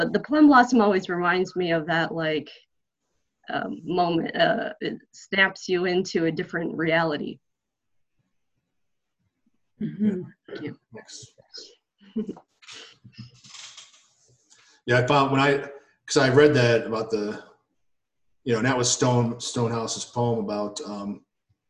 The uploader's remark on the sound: in these virtual Zoom Sangha times